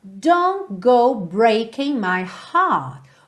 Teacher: O T do don't, Assim como o G do breaking não são ouvidos, então você tem don't go ao invés de don't go, ok?